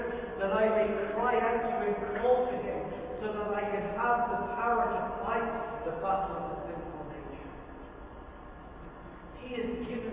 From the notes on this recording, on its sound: Very Poor Audio